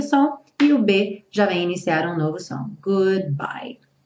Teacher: O D interrompe o som e o B já vem iniciar um novo som. · Term: consoante oclusiva